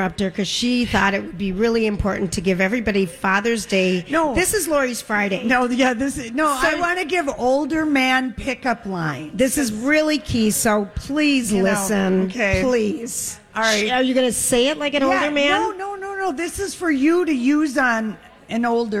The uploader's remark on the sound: Live from Gay 90s